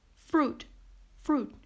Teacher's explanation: Notice that stopped T at the end.